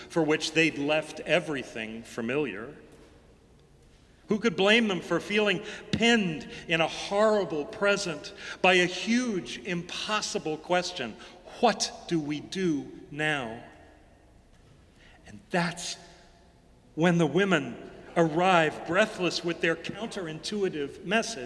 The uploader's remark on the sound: Sermons from Old South Church in Boston